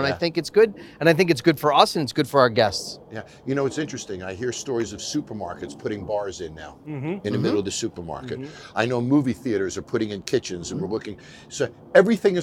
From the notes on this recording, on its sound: Live On Set. On the set of season 8.